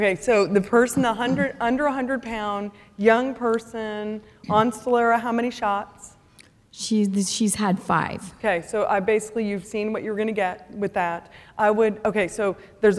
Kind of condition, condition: setting, live audience